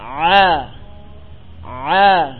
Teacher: perhatian yang terfokus pada huruf Ain harus ada tekanan lebih daripada huruf H. Sehingga nanti gerakan lisanul mizmar ketika Ain lebih kencang ke depannya.